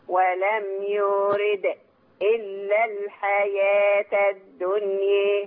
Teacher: إن لما نعمل سكتة ده ما يعملش بتر للقلقلة. القلقلة موجودة.